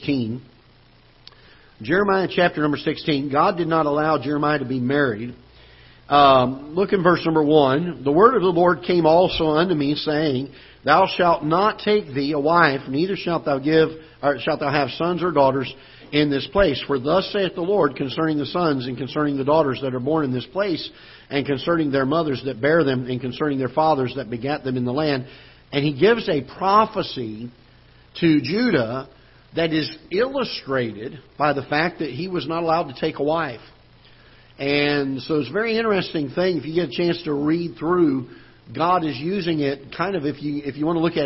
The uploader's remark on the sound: Ketha Heights Baptist Church ~ Live Broadcast